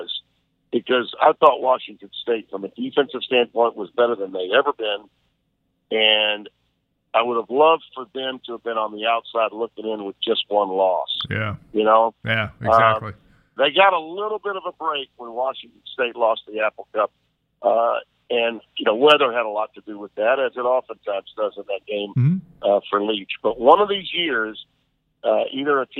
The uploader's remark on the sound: via phone